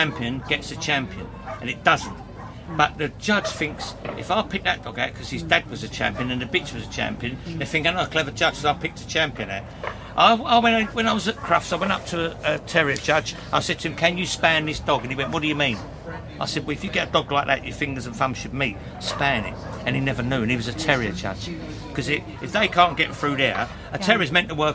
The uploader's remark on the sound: Recorded at the Game Fair 2023 at Ragley Hall